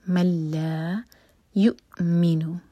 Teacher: حمزہ پر cut off sound لیکن قلقلہ نہ ہو